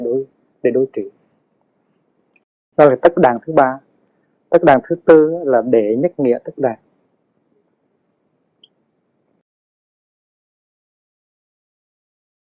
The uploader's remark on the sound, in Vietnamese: Do kĩ thuật thu hình thời đó còn lạc hậu nên chất lượng âm thanh và hình ảnh khá hạn chế